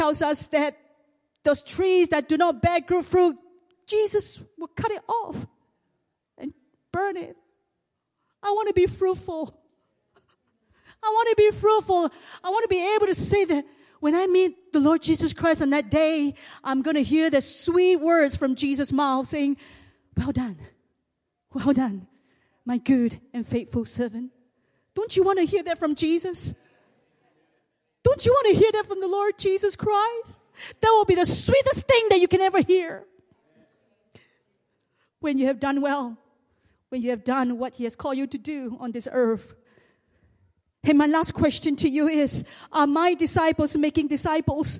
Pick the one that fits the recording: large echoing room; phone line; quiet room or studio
large echoing room